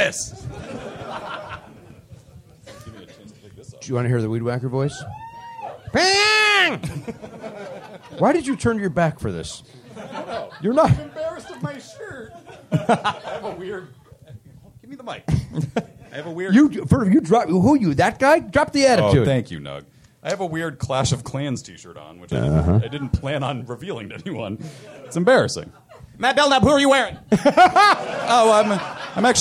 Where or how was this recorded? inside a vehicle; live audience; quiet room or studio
live audience